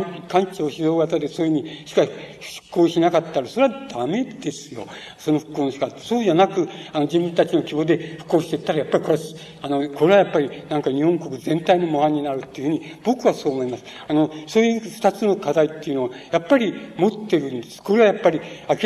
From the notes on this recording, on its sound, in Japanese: 場所：山梨県立文学館講堂。山梨県立文学館で行われた シンポジウムにおける講演。音源は主催者提供。